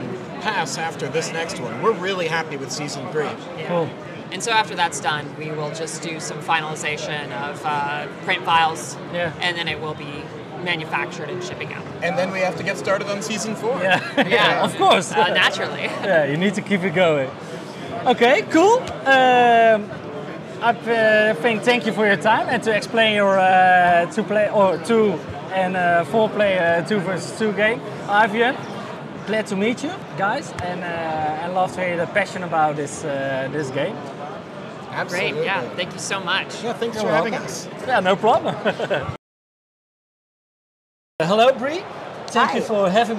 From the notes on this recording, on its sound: Recorded a few interviews with different publishers live at Spiel.